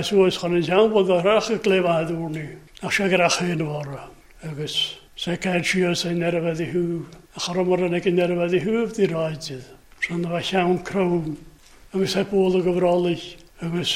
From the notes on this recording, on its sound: Gaelic Service recorded at North Harris Free Church on the evening of Sunday 27th February 2022